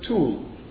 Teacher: They are produced at different places in the mouth, and they always, the second word always contains a rounded vowel, where the lips are rounded. And this has an influence on the preceding consonant. This is called labialization.